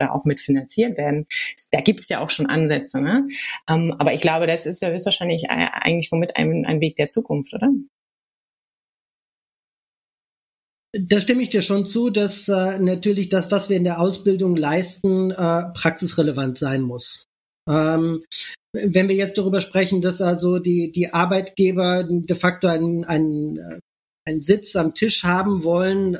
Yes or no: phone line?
no